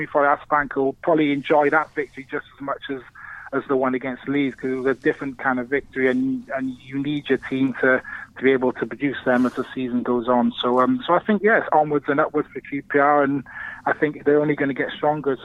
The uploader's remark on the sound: Joins from afar. Is on the phone this week.